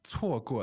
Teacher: 错过 that's two fourth tones